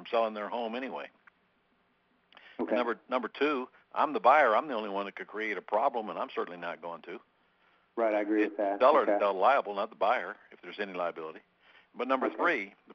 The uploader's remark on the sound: 2014-01-13 Q&A Call